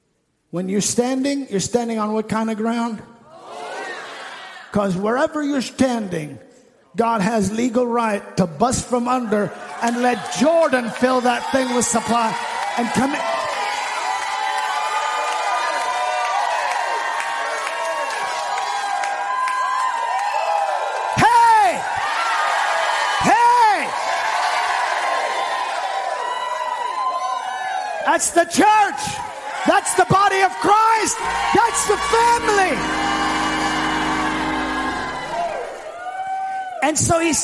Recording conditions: large echoing room